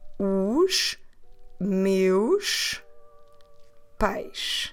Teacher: Notice how every word ends at the sound sh. Here there's no way to run these words together because they don't end at vowels, at the end they don't start with vowels.